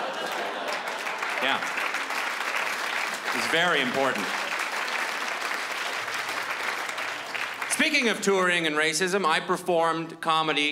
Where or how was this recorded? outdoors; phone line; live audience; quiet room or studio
live audience